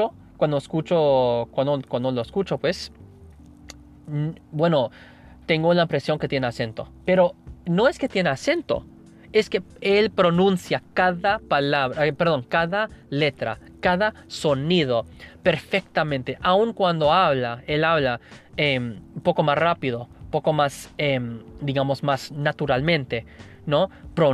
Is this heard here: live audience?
no